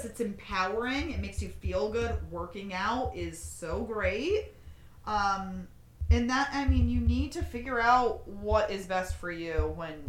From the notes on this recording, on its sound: Guys our microphones will get better.